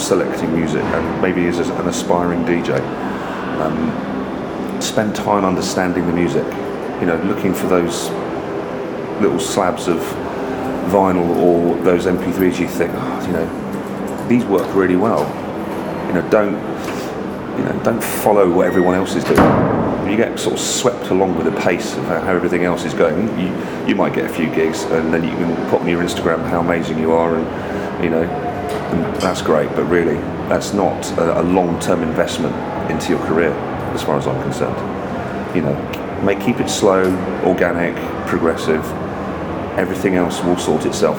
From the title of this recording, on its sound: Live at the Brighton Music Conference